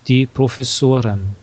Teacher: In den Fremdwörtern auf or, fällt die Betonung im Plural auf dieses Suffix.